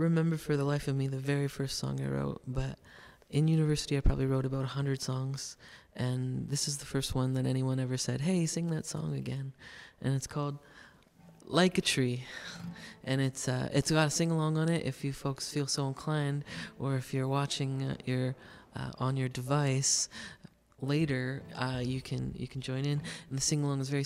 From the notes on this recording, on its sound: live at The Staysh in gorgeous Goderich, Ontario